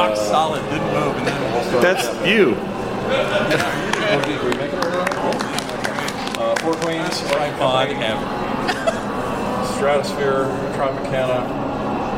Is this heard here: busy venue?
yes